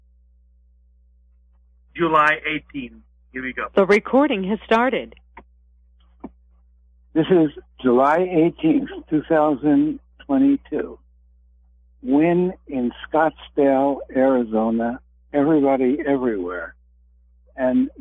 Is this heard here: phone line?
yes